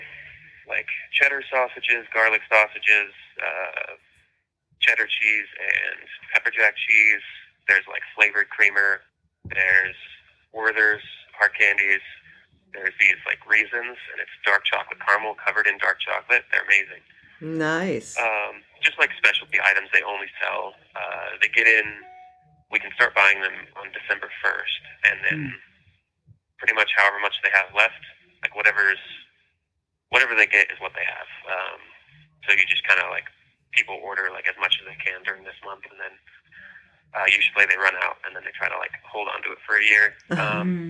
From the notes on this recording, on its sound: Phone interview. Incarcerated friend.